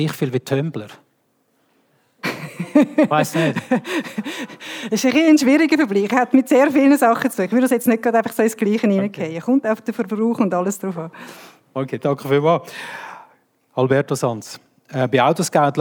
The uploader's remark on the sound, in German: Live-Aufzeichnung von der E-nova. Live-Mitschnitt. Von der Eröffnung der E-nova am 29. Juni 2023 in Zürich.